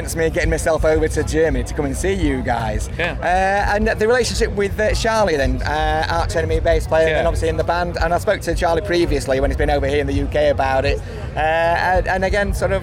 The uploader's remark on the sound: At this years Bloodstock Festival 2019.